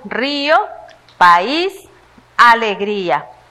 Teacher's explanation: Vocales separadas en sílabas distintas. · Term: hiatos